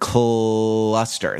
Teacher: there is a continuant after the initial consonant in the word cluster. That L is sort of a semi-vowel, and it's not really a semi-vowel.